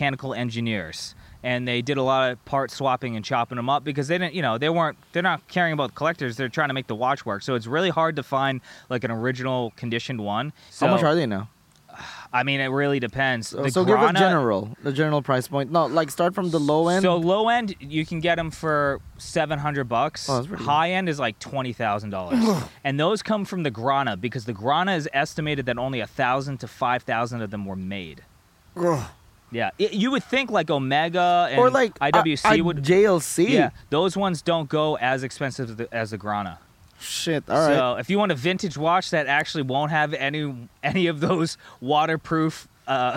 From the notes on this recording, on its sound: Decide to go camping. While getting caught in a hailstorm the evening. Surviving a hailstorm in a tent. In the middle of a the storm.